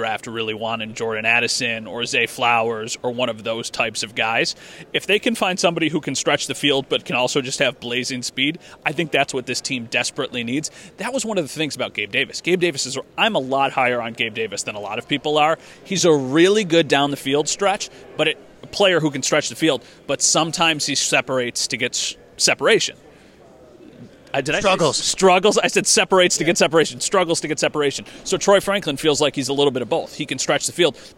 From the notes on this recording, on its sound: Live from the NFL Combine